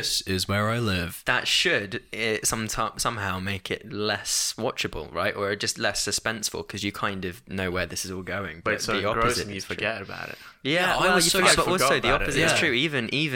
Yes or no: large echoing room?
no